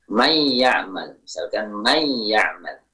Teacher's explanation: Tempo pengucapan gunnah pada idgham bi gunnah yang kurang lama. Kalau terlalu lama, terlalu panjang pun juga salah.